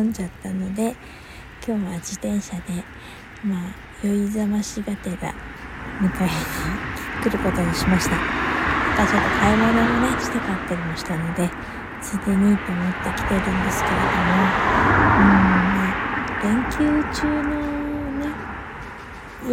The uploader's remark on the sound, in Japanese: 152 閉店後のドラッグストア前にて。車の音などの雑音多めで聴きづらくてすみません。夜中に呟いてみました。Stand.fm。